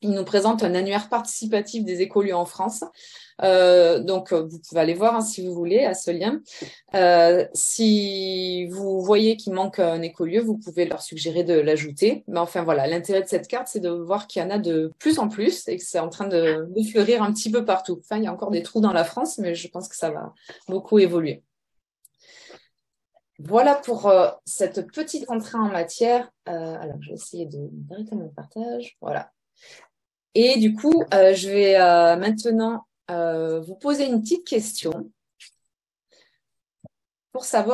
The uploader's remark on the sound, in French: Replay audio du webinaire enregistré le 19 novembre 2022